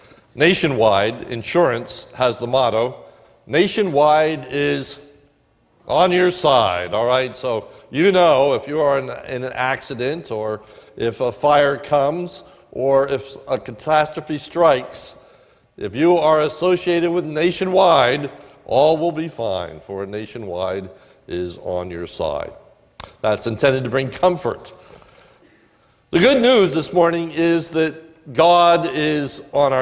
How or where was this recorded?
large echoing room